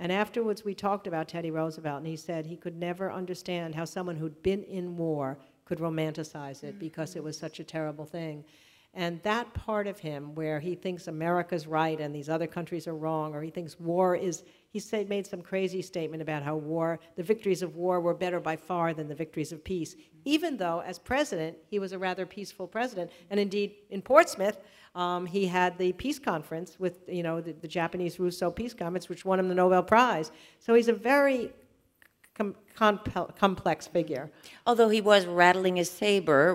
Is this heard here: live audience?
yes